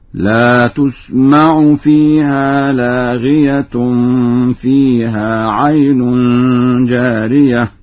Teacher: قرأ ورش بضم التاء ورفع تاء لاغية